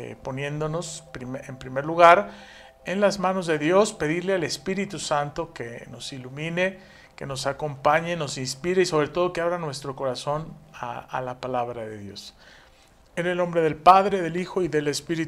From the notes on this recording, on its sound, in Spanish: Misa en vivo